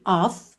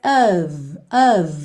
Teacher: Nem tem um O tão desenhadinho e nem tem o som do F · Shown in: second take · Term: somzinho de V